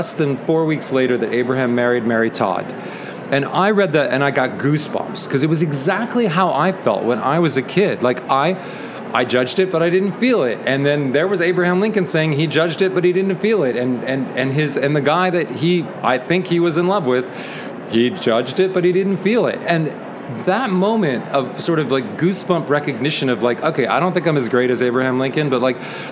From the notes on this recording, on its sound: Live from the 25 ALA Interview. Live from the ALA exhibit floor in Washington DC.